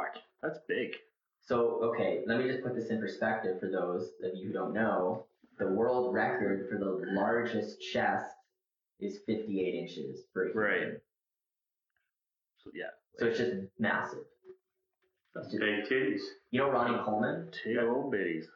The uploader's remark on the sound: APOLOGIES FOR THE TERRIBLE AUDIO WITH THIS ONE